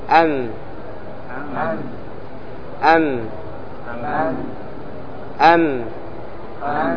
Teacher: الميم بانطباق خفيف ليس قوي